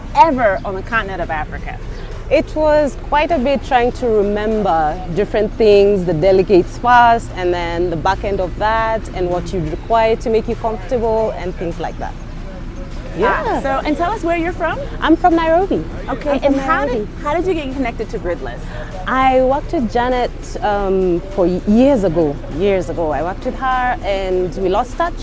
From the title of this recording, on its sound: Live from Africa Bitcoin Mining Summit- Part 2 (Gitugu, Kenya Site Tour)